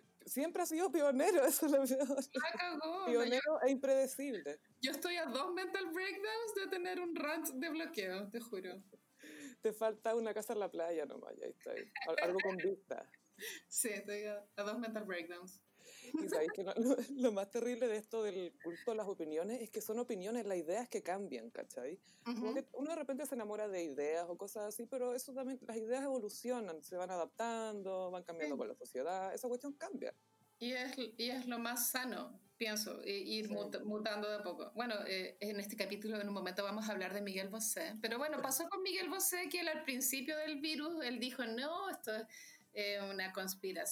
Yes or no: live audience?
no